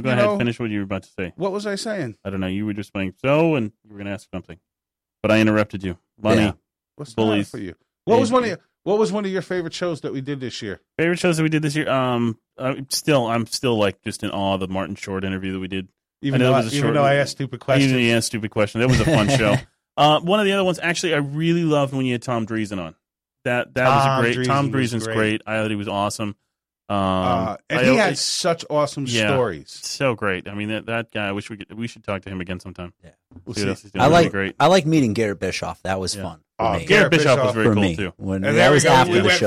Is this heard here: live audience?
no